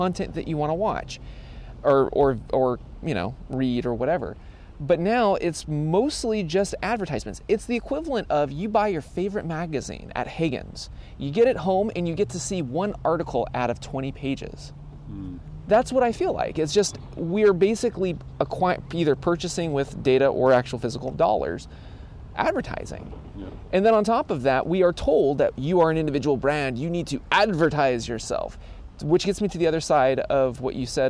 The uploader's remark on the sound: Record from the great outdoors- live from the unofficial Truckbed Studios of the Bellingham Podcast. Do a test run using a slightly different podcasting setup while recording on location.